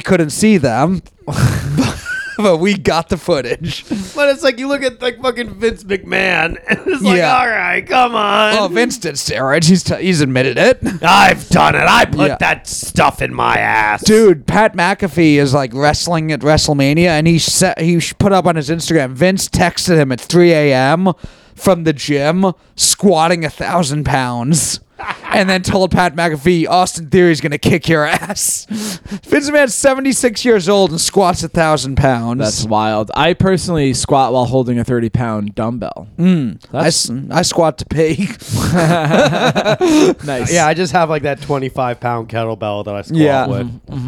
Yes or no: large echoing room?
no